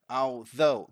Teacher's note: The voiced TH is what we've got here.